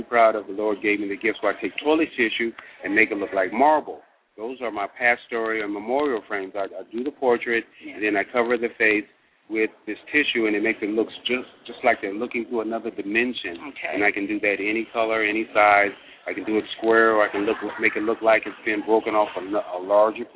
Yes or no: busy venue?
yes